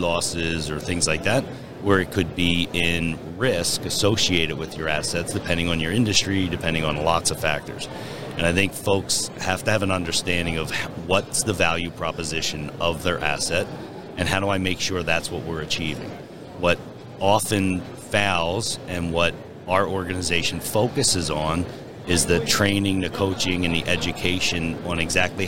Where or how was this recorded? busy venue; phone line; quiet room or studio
busy venue